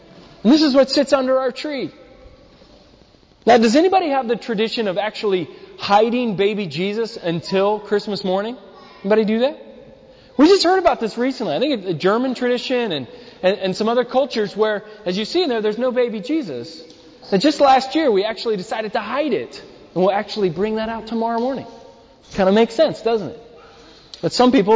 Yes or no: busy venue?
no